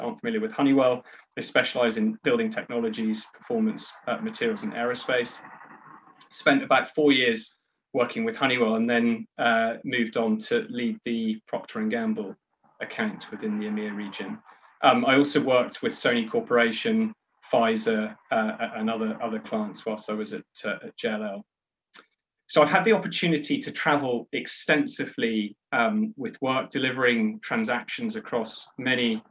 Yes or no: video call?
yes